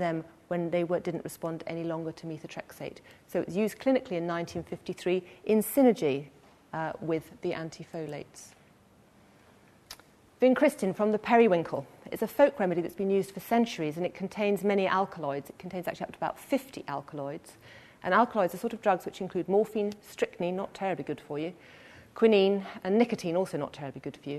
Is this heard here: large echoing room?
yes